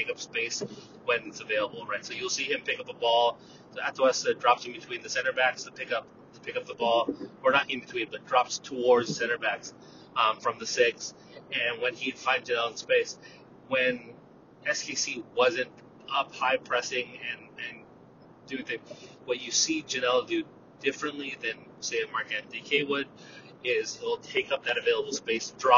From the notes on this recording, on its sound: Audio Quality Disclaimer*: this episode was recorded on the way home from the stadium in the car.